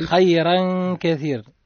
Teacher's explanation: التنوين هنا جاء متتابع وبعده حرف من حروف الإخفاء حكمه الغنة الإخفاء مع الغنة. مع الغنة كثيرة كثيرا كثيرة فيها مد طبيعي به راء را مبدل من التنوين مقداره ألف مد طبيعي.